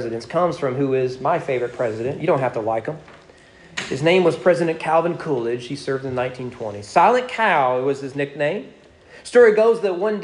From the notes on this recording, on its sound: Sermon preached at East Frankfort Baptist Church.